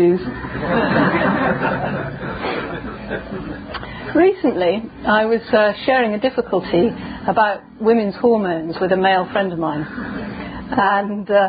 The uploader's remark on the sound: given in the Dharma Parlour at the 2010 Buddhafield Festival in Somerset, UK